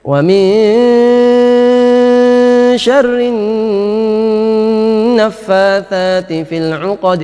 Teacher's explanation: Kemudian juga menambah panjang dengung. Harusnya dengungnya cuma 2 harokat, ia panjang jadi banyak